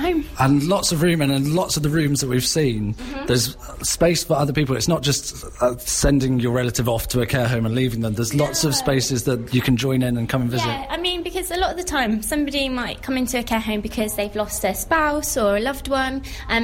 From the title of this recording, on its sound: at the opening of Lakeview Lodge Care Home